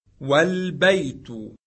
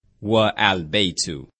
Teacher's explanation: if it is preceded by wa, meaning and, the A is dropped · Shown in: first take · and the phrase is pronounced wal-baytu, not wa-al-baytu. · Term: hamzatul wasl